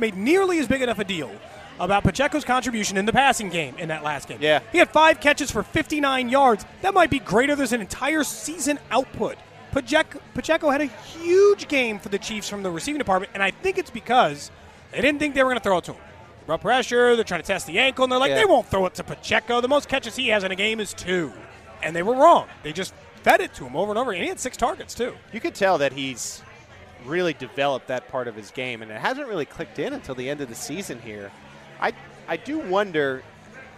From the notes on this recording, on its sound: This week Arrowhead Pride radio was live from Super Bowl LVII in Arizona.